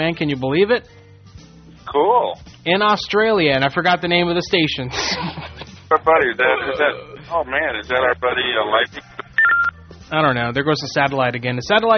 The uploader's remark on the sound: Prank Phone Calls